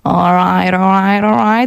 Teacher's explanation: ten akcent również lubi bardzo unikać sobie końcówek i przeciągać bardzo samogłoski